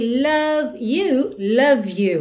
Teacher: Atenção aqui, love you, love you. Lembra que o é final de love não é pronunciado, então você já junta o V no you.